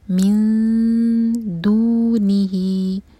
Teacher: اور لائٹ اخفا ایسے کہ دال کے قریب زبان جائے اور نون کی آواز کو چھپائیں گے اور دو سیکنڈس کا ٹائم دیں گے